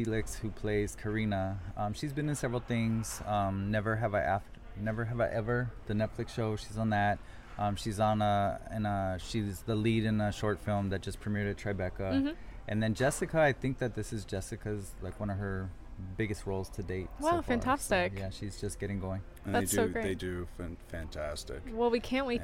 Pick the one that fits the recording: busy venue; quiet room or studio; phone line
busy venue